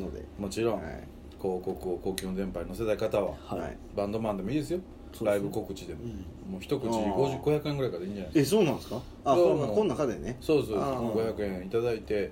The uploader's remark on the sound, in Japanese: 神戸、SPACE DOG!RECORD(お店)より。